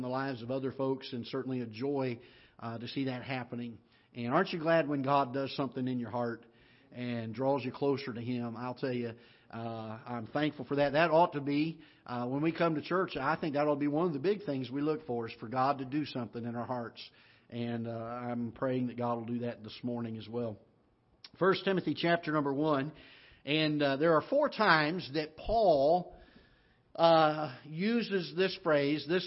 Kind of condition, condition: setting, large echoing room